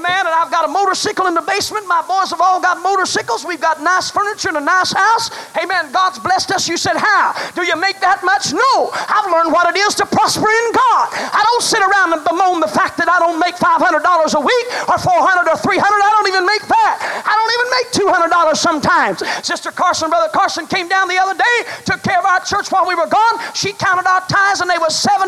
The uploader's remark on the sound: was delivered on September 28, 1982 at First Apostolic Church in North Vernon, Indiana